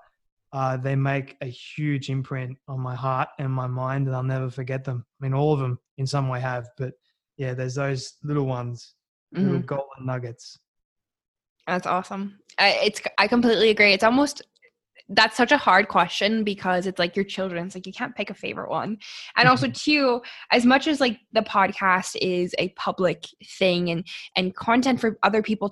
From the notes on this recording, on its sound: All the way in Sydney, Australia (thank you Zoom!).